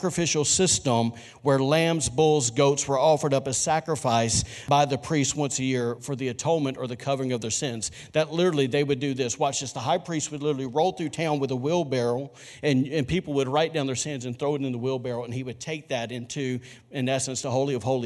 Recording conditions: large echoing room